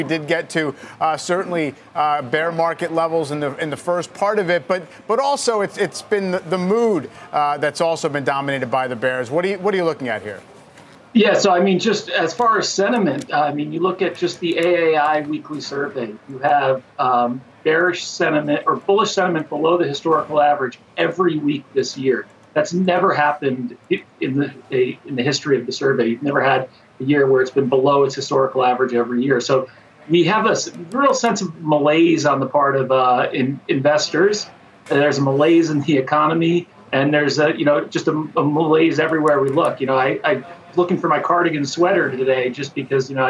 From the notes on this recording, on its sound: live from the New York Stock Exchange